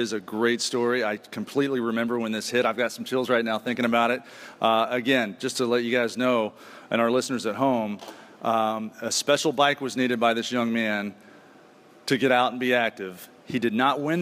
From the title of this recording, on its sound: Live at the ATO National Convention